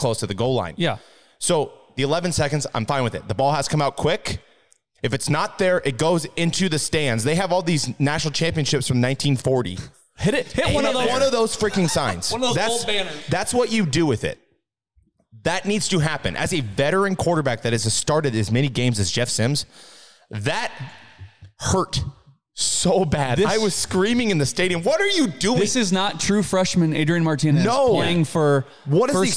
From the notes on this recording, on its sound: This episode was recorded in a live setting so the audio isn't up to the typical standards of NBNR